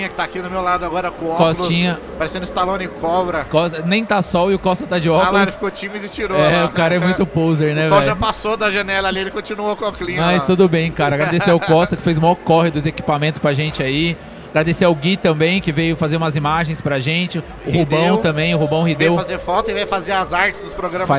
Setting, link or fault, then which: setting, busy venue